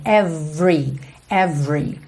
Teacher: você não pronuncia o E do meio da palavra every · É uma questão de ênfase na palavra, mas na grande maioria das vezes essa palavra não tem esse E do meio pronunciado. Então você pensa que o V já tá ligadinho no R